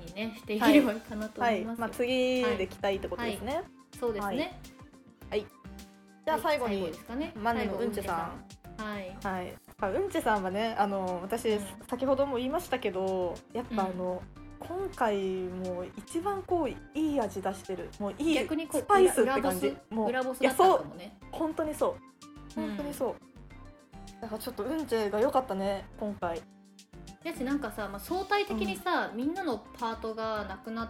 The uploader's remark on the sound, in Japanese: ちょっと音割れしてます。